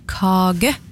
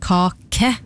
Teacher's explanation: I Rogaland har en gjerne bløde konsonant. · Shown in: first take · Dette virker jo å være enklere for barn å lære enn de harde spørsmålstegn, for eksempel kage I stedet for kake.